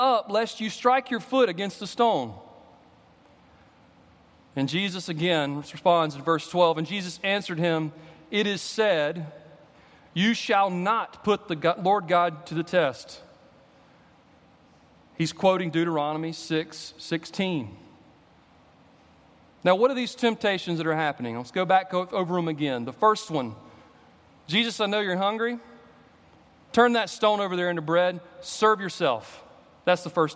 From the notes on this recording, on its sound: At Redeemer Presbyterian Church in Charleston, SC